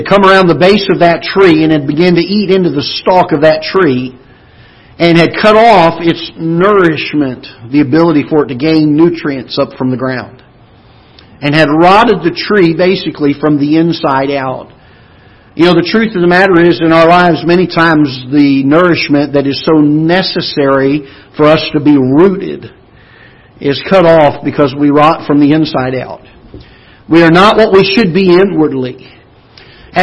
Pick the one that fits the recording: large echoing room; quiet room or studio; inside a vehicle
large echoing room